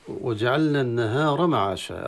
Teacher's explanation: الراء مفخمة مع ألف طبيعي قبلها